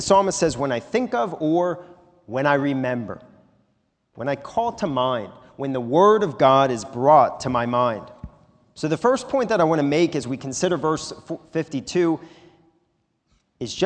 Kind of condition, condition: setting, large echoing room